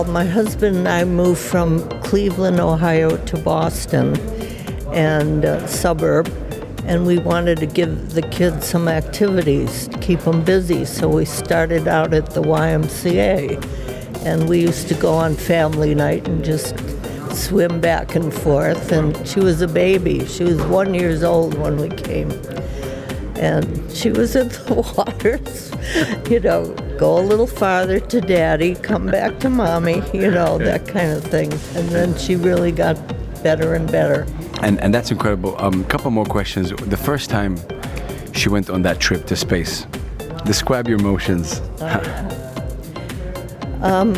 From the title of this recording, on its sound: Live from SIBF 2023